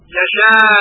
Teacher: یشاء، ببینیم که در یشاء ما همزه رو به خاطر ضعف ساکن هم کردیم، چون همزه سبب مد متصل هست ساکن هم شده تقویت میشه به اصطلاح و لذا باید این مد متصل رو حتما به 6 حرکت مد بدیم